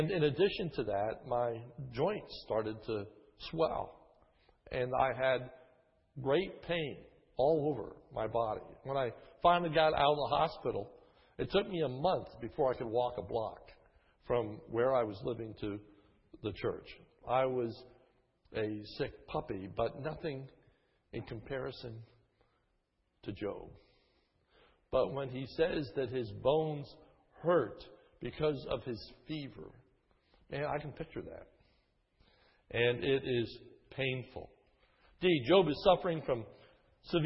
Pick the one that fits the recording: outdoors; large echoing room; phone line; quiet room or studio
large echoing room